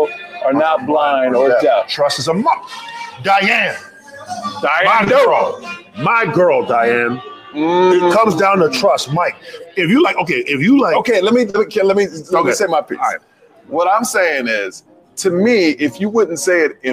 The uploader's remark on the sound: Live from The Comedy Cellar in Las Vegas